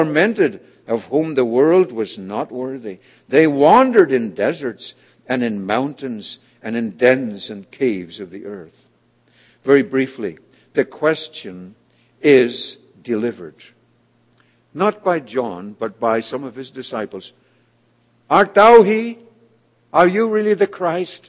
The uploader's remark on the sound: was delivered at The People’s Church of Somerville, NB